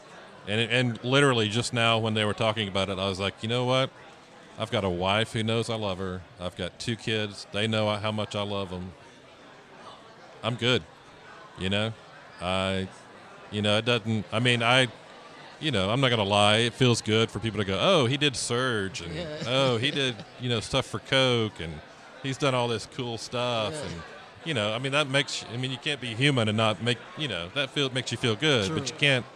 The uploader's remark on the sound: Live at Creative South